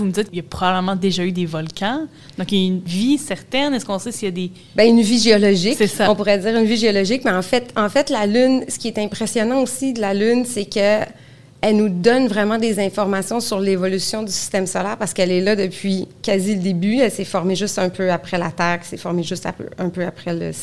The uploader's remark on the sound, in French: Enregistré pendant La Nuit des Chercheuses et des Chercheurs 2022 qui s'est déroulé au Jardin botanique. Dans cet épisode spécial, enregistré pendant La Nuit des Chercheuses et des Chercheurs 2022 qui s'est déroulé au Jardin botanique.